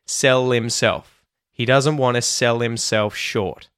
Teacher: We're linking with the L at the end of the word sell. And to do that, we can't do it with a dark L. Otherwise, it'll sound like a weird W sound. · Term: light L